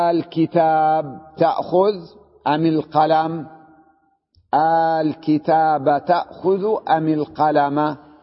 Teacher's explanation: إذا سبقت همزة الاستفهام همزة أل قلبت همزة أل مدة يعني ألفا